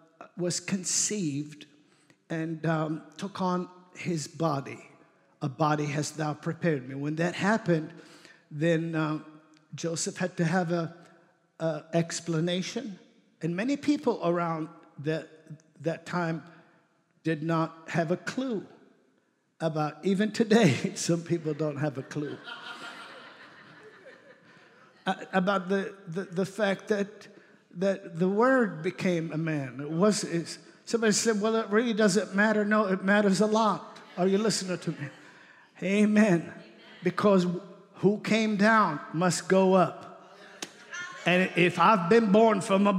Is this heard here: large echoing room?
yes